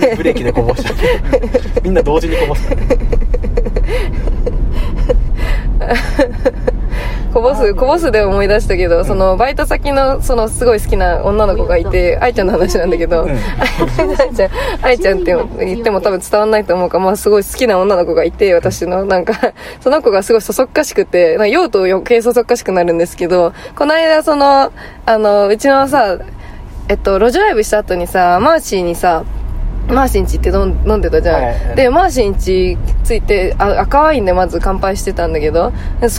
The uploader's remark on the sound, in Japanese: 熱海行きの車の中。熱海でのワンマン『あ〜た〜みvol.1』に向かう車中で録った番外編！！